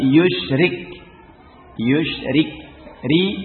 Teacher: Ini pada ra ya, ketika di kasrah ini tidak ada khilaf ya, ra ketika di kasrah dan ra apa namanya ini di semua qiraat ya, semua qiraat, maka ra ketika di kasrah dibaca tipis, qaul wahid, tidak ada khilaf dalam hal ini